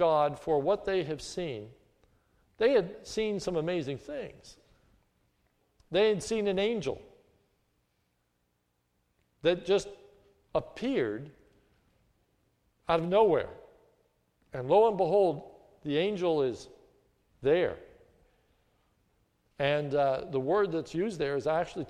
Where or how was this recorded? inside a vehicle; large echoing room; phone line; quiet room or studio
large echoing room